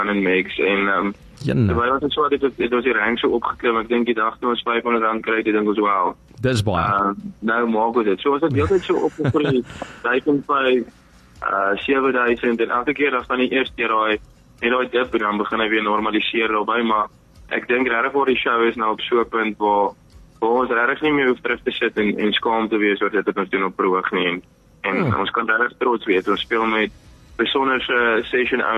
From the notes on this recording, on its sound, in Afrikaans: gesels telefonies